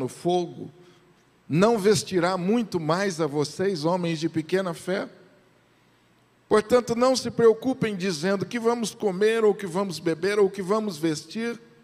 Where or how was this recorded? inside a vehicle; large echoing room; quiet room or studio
large echoing room